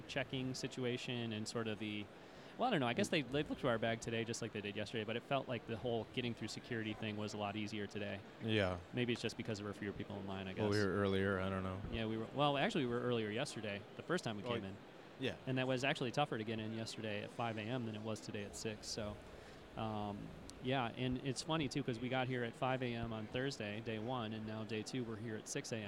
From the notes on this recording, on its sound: Star Wars Celebration Orlando 2017. Recorded from the show floor and/or our hotel room on the 6th floor of the Fairfield Inn!